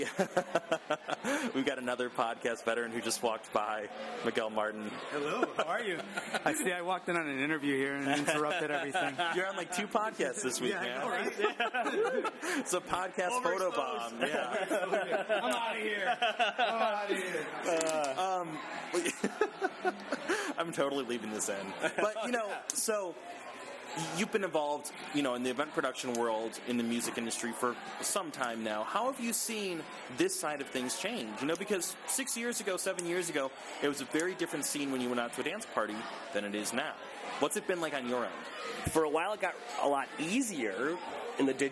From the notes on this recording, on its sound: In an interview recorded at the last Panic dance party at Darkroom.